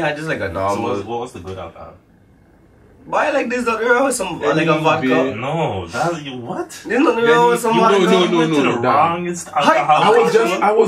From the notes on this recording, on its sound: We also would like to apologize for the poor audio quality as well as the abrupt ending.